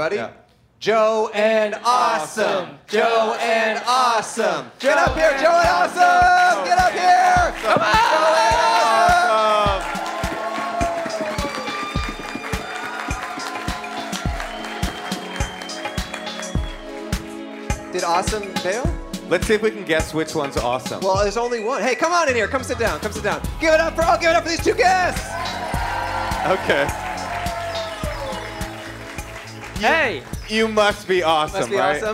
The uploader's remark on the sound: Recorded on 4/28/22 inside and outside of The Bourbon Room on Hollywood Blvd in Los Angeles.